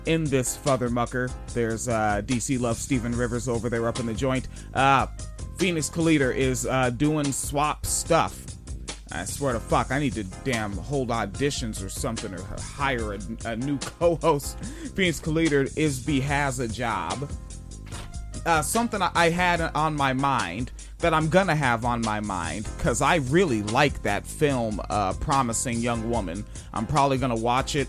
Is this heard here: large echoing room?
no